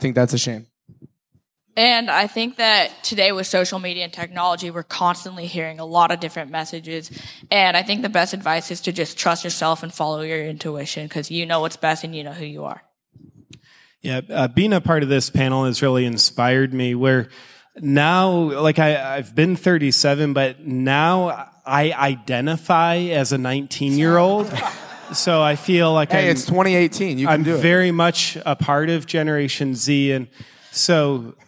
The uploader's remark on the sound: At the 2018 Genius Network Annual Event